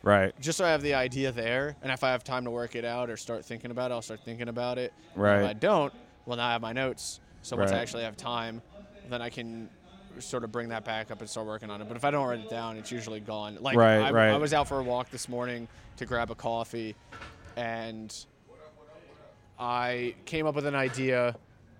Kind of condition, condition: setting, outdoors